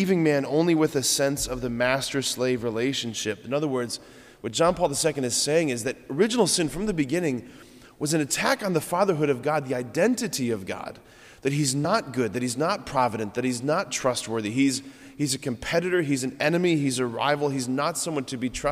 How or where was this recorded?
large echoing room